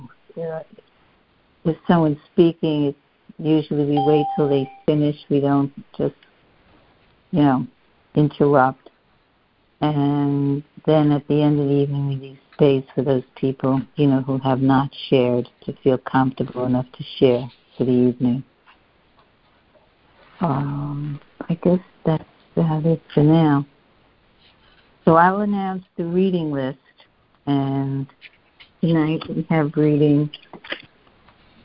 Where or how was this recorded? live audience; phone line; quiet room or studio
phone line